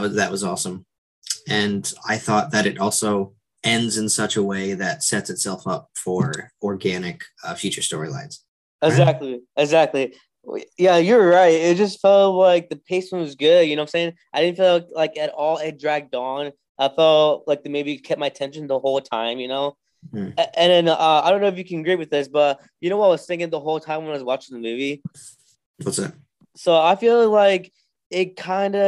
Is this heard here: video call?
yes